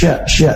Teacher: Makhraj syin adalah dari tengah lidah yang bertemu dengan langit-langit atas. Nah, salah satu sifat khasnya adalah tafasyi, yaitu tersebar udara ketika mengucapkan huruf syin.